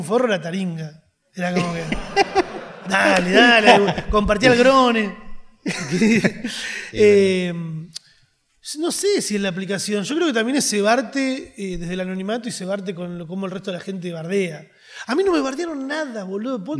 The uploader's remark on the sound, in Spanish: En vivo desde Rosario.